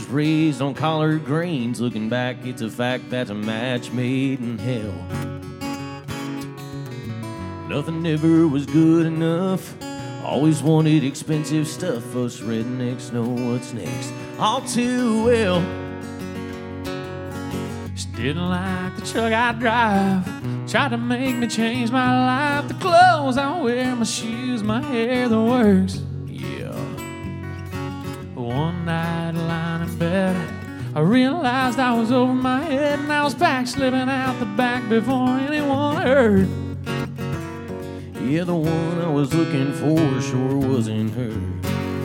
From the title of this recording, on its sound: Rounds At Live Oak In Nashville